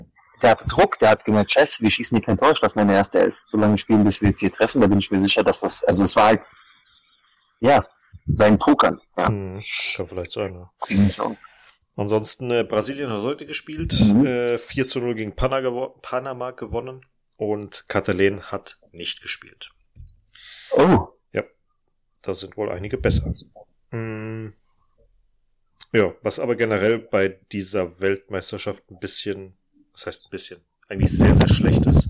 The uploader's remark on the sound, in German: Vorab sorry für die leichte bescheidene Tonqualität.